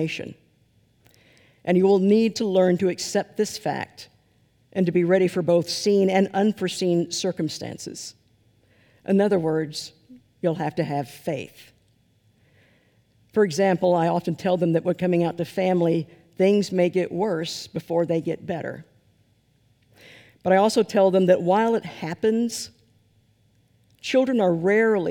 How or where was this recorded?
large echoing room